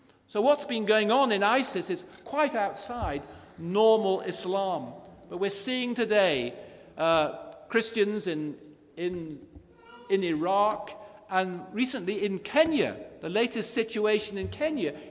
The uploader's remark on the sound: Christ Church, Bayston Hill (UK)